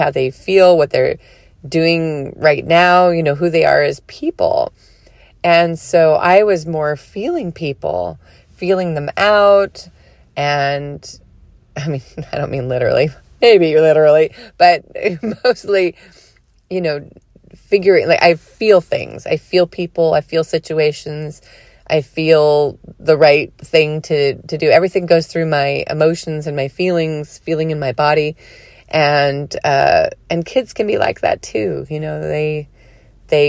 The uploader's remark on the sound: Today’s podcast recording in the car.